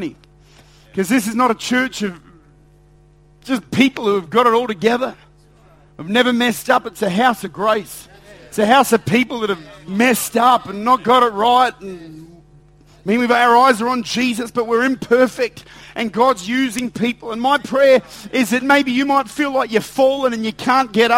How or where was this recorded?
large echoing room